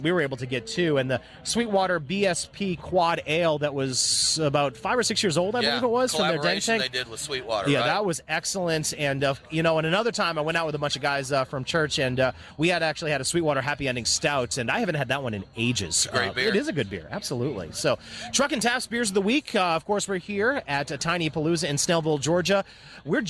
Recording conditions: busy venue